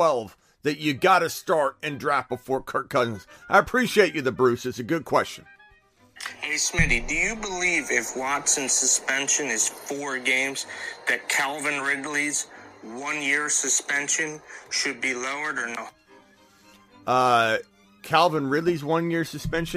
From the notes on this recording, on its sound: Takes fantasy football phone calls and voicemails for over 2 hours.